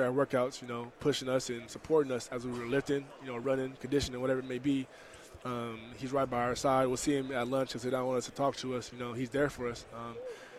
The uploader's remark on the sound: live from Pac-12 Media Day